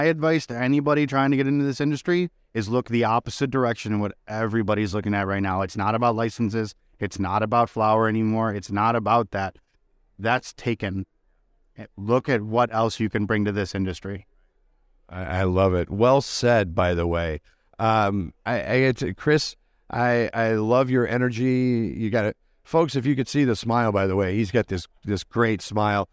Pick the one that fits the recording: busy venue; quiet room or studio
busy venue